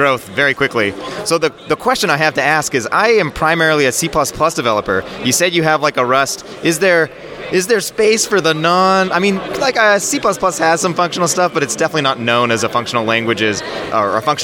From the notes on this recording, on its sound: interviews speakers & organizers live from Lambda Days 2023